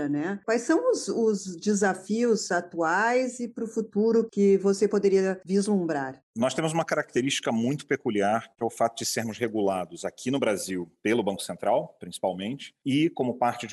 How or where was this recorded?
video call